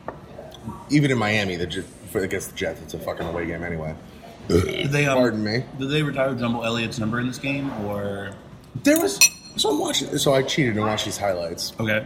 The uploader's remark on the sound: LIVE from Brunch!